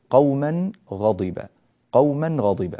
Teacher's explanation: تنوين جاء بعده حرف الغين، فلا بد من بيان أظهار النون هنا